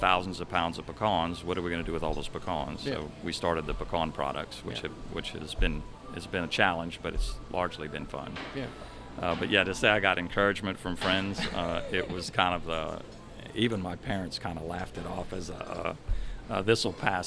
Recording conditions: busy venue